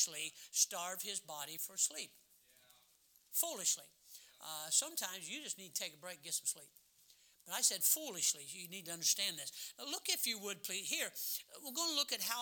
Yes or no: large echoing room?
yes